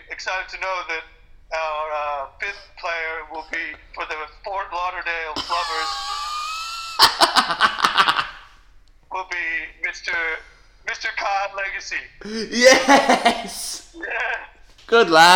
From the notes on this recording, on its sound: calling in from New Zealand!